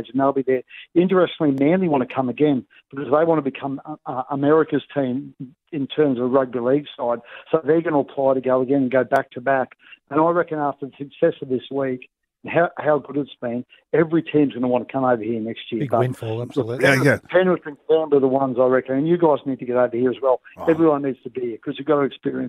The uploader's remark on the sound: Called in from Vegas to give us an update on the situation on the strip.